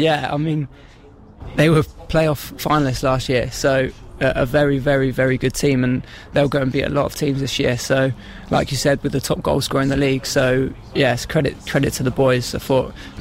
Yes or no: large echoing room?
no